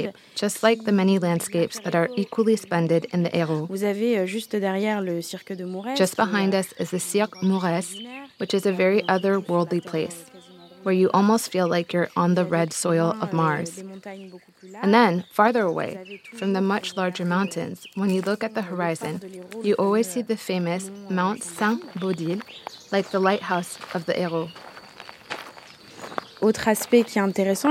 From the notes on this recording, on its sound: Our sound route takes us to the Bay of Vailhès on the shores of Lac du Salagou (a national heritage site). Now a tourist site, but also protected under its Natura 2000 status, Lac du Salagou is in fact an artificial reservoir originally created to promote agricultural irrigation downstream of the lake.